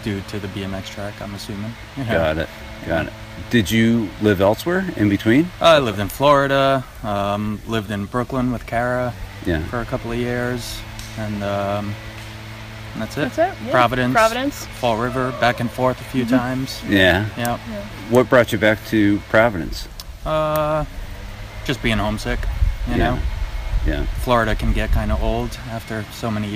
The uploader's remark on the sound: Both interviews were recorded in the woods